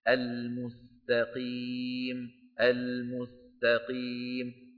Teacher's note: فالقاف مفخمة نعم، ولكن التاء التي قبلها مرققة، السين التي قبل التاء أيضا مرققة، فعلينا أن نعطي كل حرف حقه من التفخيم والترقيم.